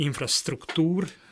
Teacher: még a végén kerül a hangsúly